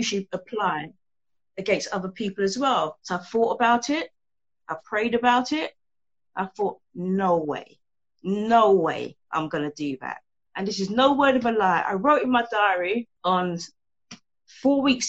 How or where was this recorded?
video call